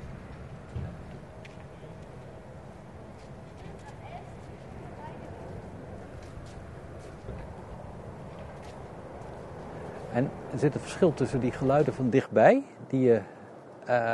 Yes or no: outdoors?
yes